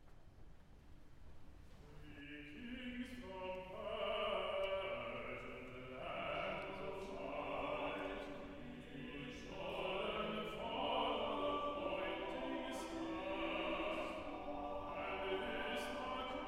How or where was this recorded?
large echoing room